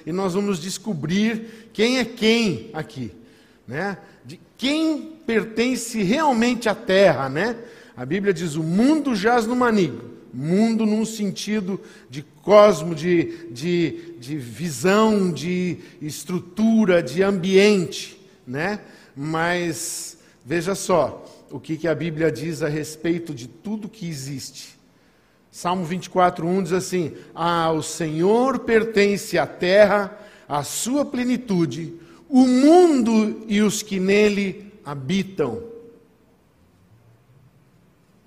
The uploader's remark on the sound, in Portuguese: em nosso Culto de Ceia dia 01/11/2020 na Igreja ABA Blumenau (Transmitido ao vivo)